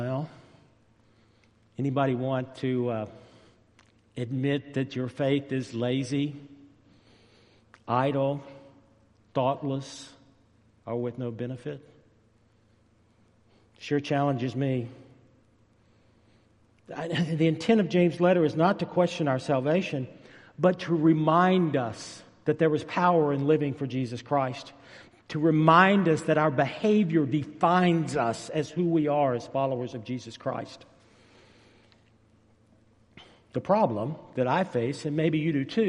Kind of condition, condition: setting, large echoing room